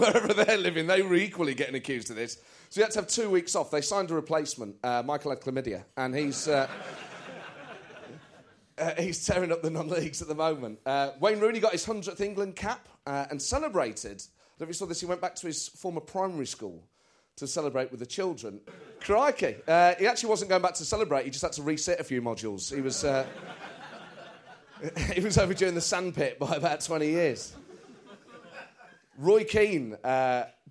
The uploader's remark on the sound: This show was recorded at St James Theatre, Studio and originally broadcast on TalkSPORT, the world's biggest sports radio station.